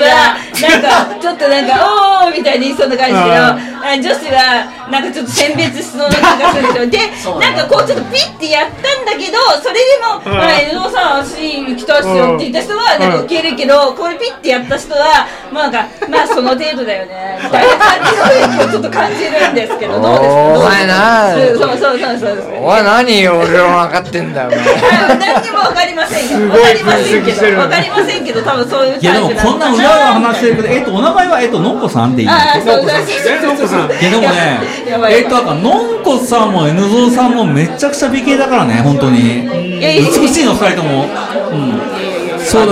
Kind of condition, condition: setting, busy venue